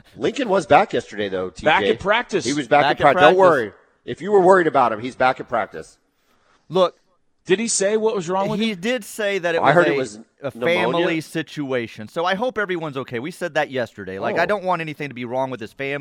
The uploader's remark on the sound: LIVE FROM BROWN OHAVER.